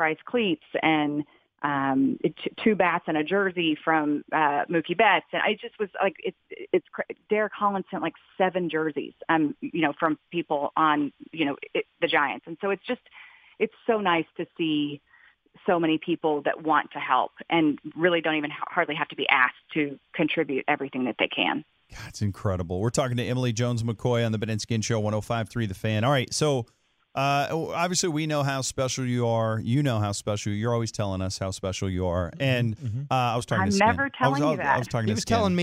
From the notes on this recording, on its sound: called in to the … and … show.